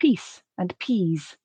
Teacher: These are known as minimal pairs, although theoretically the only difference is in the voicing. You may also notice that the vowel sounds are slightly longer before the voiced z. You'll also notice that the voiced z is stronger in some positions in the word.